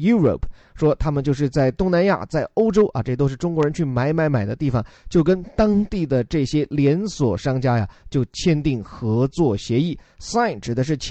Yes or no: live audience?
no